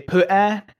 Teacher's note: It's like there's not even a T in the word. It just trails off into a terrible vocal fry.